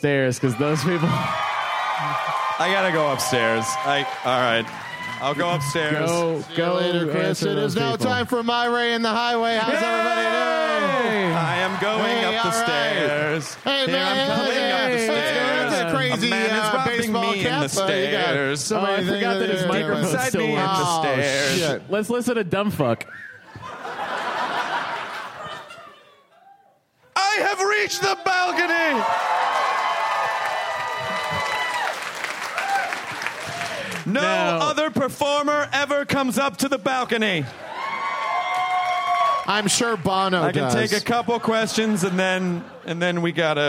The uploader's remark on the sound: It's some LIVE hostful goodness! Do a hostful live at SF Sketchfest. Then they take Quemments from the audience!